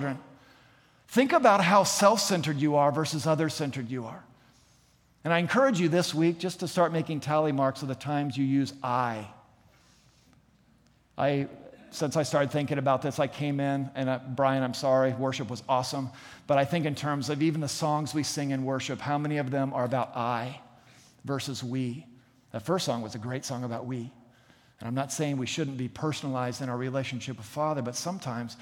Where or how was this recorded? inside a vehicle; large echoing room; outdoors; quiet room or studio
large echoing room